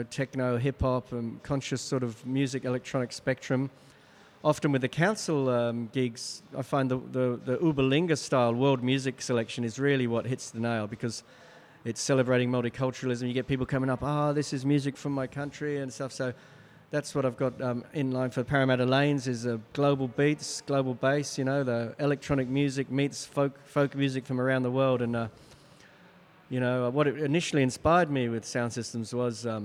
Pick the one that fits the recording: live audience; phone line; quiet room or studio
live audience